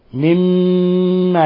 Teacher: كلوا مما أيضا هنا حرف غنة مشدد يغن مقدار حركتين، لأن أصل مما فأضغمت الميم في الميم مما، وهكذا هي في الرسم، في رسم المصحف مما، ولاحظوا إطباق الشفتين مما، لابد أن تضغط على شفتيك ضغطا شديدا مع إظهار غنة من الخشوم